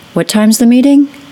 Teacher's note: A rising pitch on, What time's the meeting? could indicate that I forgot what time the meeting is.